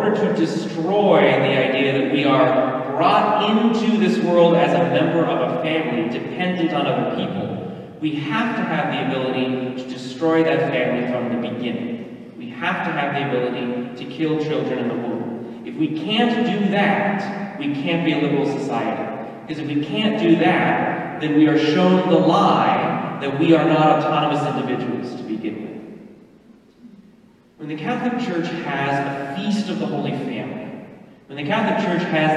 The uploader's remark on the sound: Mass - better structure, worse sound quality.